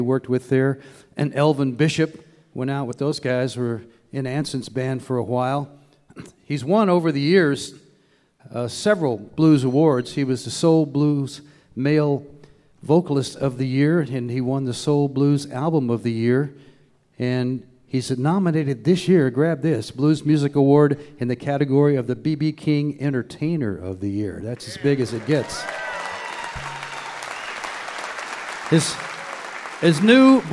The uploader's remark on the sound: Perform on NPR Music & West Virginia Public Broadcasting's Mountain Stage. Recorded live at the Peoples Bank Theatre in Marietta, Ohio.